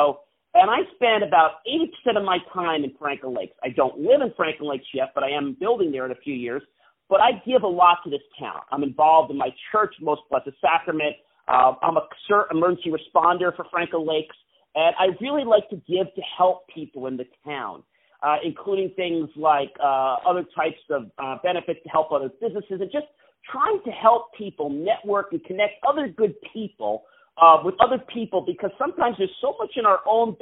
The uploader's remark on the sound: On the phone